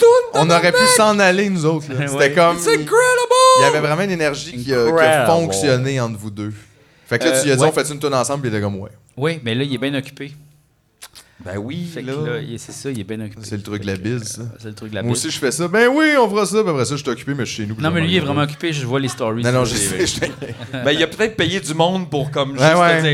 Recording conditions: busy venue